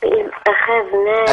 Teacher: وإذ أخذنا على طول أنا ما عنديش ألف بعد الهمزة